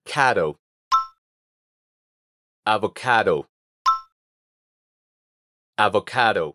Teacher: Aunque la palabra se escribe con D al final, normalmente se pronuncia como si fuera una R suave del español.